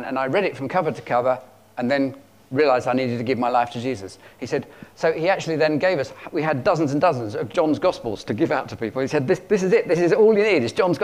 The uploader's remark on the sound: at King's Church, Cockermouth, as an audio file